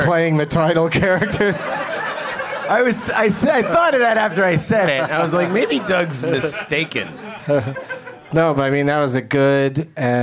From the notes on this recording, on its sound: Live from The Lab at the Hollywood Improv